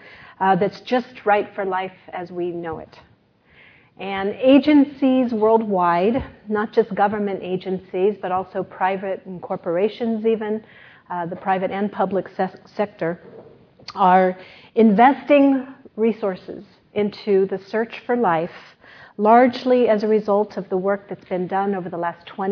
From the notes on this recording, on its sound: This lecture took place at the University of Sydney